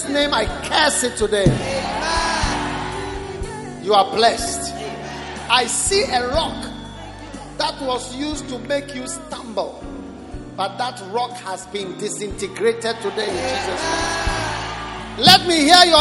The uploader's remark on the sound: Preached at the First Love Center Accra Ghana